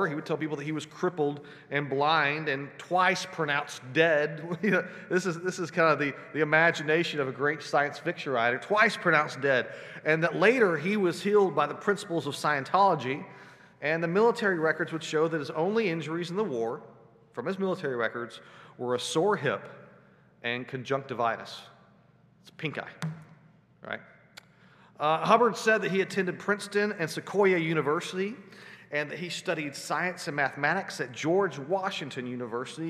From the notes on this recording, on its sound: Sunday Worship Service - Live stream.